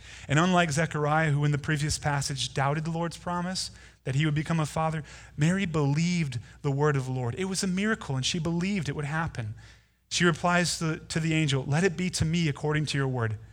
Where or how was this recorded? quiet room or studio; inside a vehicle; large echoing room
large echoing room